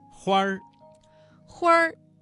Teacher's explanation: 花字加了一个卷舌音，变成了儿化音